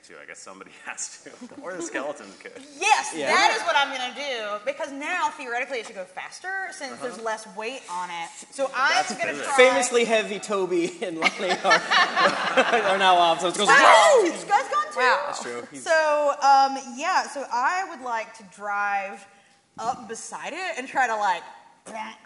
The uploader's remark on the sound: GeeklyCon 2019 Live Show. Here you can listen to the audio version of our live show.